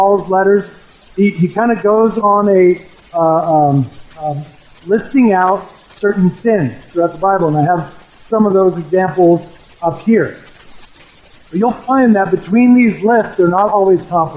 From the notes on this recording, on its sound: We are aware of and troubleshooting audio issues with the recording